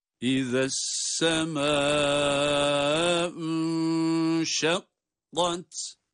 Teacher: Ünşe cezimli bir nun, kendisinden sonra gelen şin harfiyle İhfa kuralı oluşması itibariyle burayı tutuyoruz.